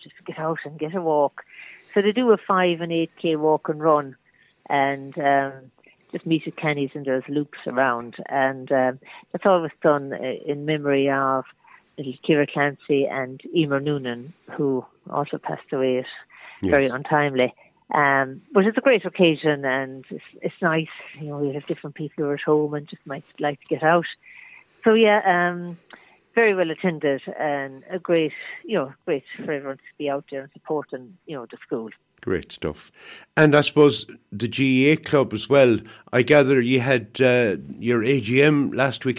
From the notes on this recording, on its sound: is joined on the phone by Flagmount Killanena correspondent